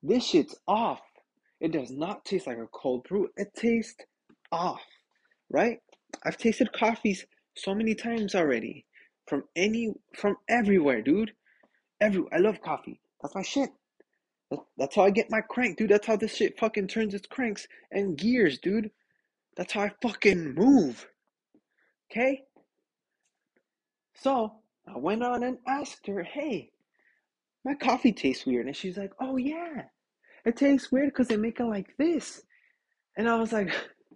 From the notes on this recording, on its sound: internet issues so bare with me.